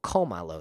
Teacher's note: that word's stressed on the third to the last syllable, komalo, so I have to write in an accent.